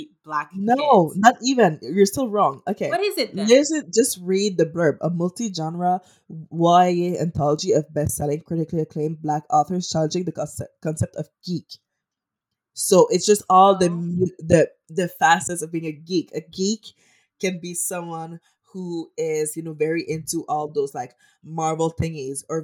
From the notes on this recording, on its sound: This was our first time recording remotely so the sound is a little funky.